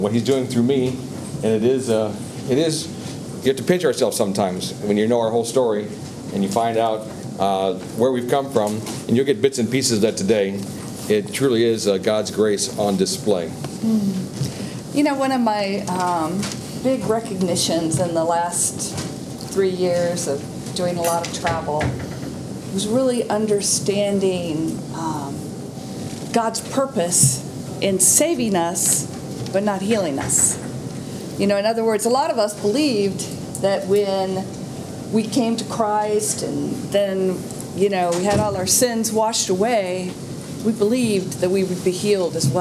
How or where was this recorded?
live audience